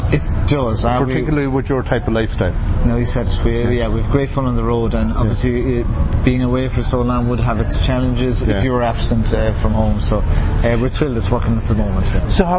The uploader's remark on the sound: Sharing interviews recorded at the All Ireland Fleadh 2017 in Ennis Co Clare.